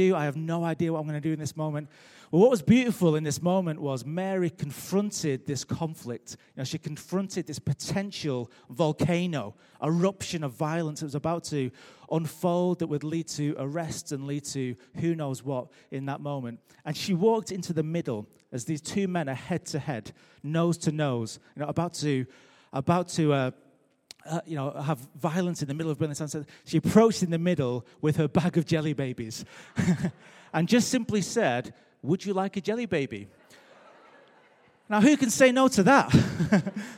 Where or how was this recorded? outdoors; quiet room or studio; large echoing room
large echoing room